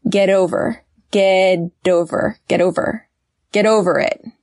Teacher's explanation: When a word ends in a T and the next word is a vowel, you will hear a flap T, right? That's a T that sounds like a very fast D.